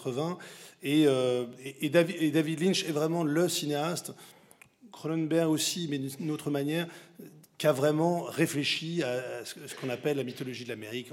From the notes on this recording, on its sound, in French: Je vous propose d'écouter cette conférence si vous n'avez pas pu y assister.